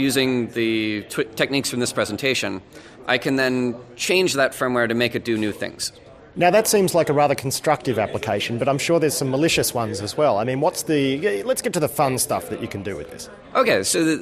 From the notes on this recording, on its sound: This podcast is an interview I did at the Breakpoint security conference